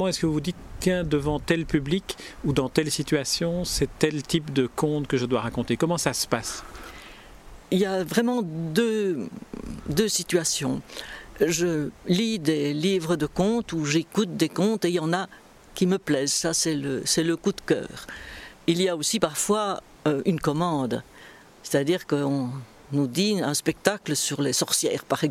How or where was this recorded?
busy venue